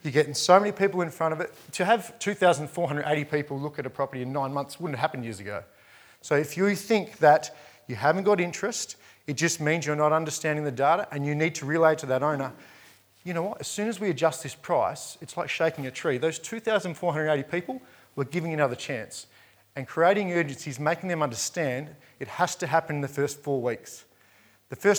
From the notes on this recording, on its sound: Welcome to a special edition of The Crunch, recorded live at REBar Camp 2018.